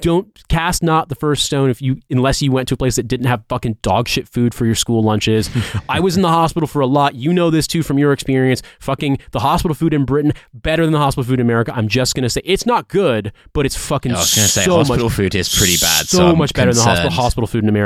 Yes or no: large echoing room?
no